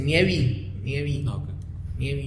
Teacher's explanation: Pero el vato eh, sube tanto el tono, sube tanto el tono en la, al hablar o al cantar, que cierra. El punto de articulación de la vocal se cierra y parece que dice nievi